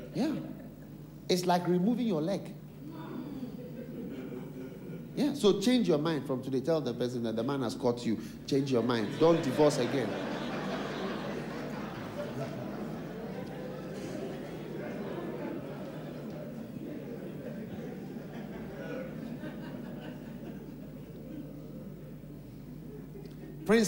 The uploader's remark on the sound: Preached at the Qodesh.